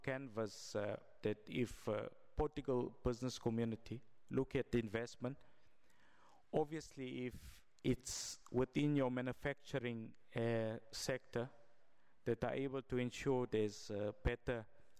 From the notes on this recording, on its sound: keynote address during the South Africa: Trade and Investment Seminar in Porto, Portugal, at Maia Municipality in the Porto Metropolitan Area